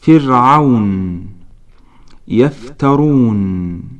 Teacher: للشفتين مخرجان تفصيليان، ألف بطن الشفة السفلى، وهذا المخرج يحدث بالتصاق بطن الشفة السفلى برأس الثنيتين أو بأطراف الثنايا بشكل أدق، ومنه يخرج حرف الفاء